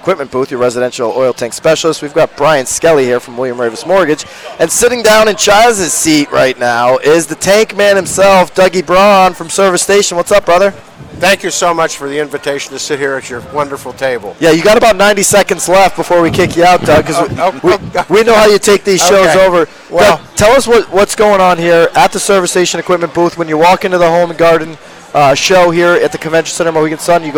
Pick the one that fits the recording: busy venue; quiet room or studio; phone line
busy venue